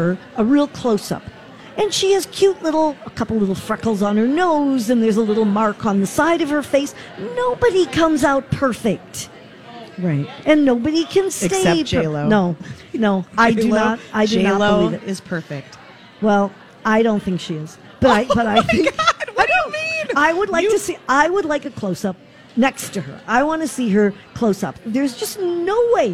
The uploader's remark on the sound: Live at the General Store of Minnetonka